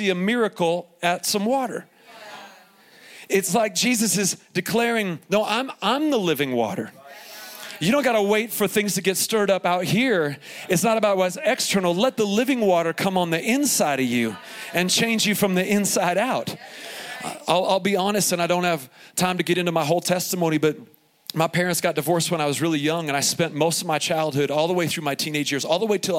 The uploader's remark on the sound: Here is a special edition of the podcast, recorded live from Summer Camp 2021 at Faith Heights.